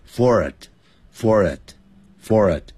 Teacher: For 这个 it 是连音 for it, for it, for it.不再念成 for it.